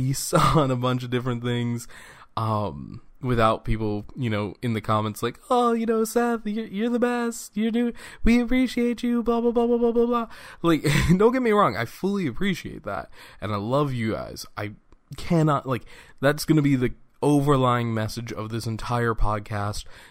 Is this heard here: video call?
no